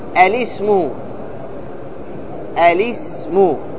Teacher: الوجه الأول أنك تفتح الهمزة، ما تجعلها همزة وصل، تفتحها تقرأها مفتوحة ثم تكسر اللام، لأن السين ساكن